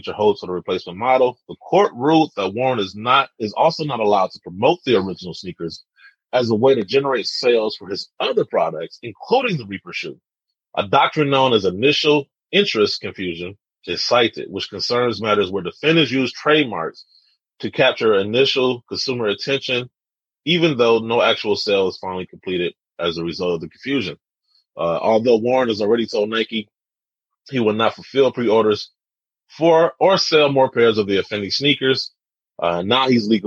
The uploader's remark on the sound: We're recording the show via Zoom.